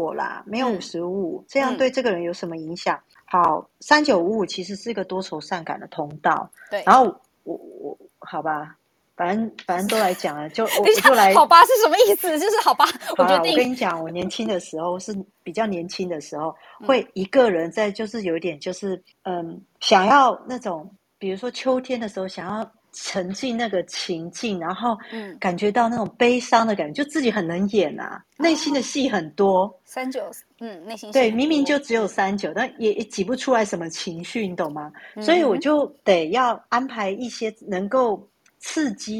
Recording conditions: poor microphone